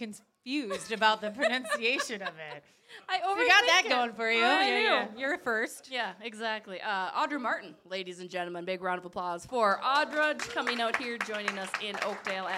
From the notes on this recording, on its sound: went live from Dukes Pizza-Pub-Grill in Oakville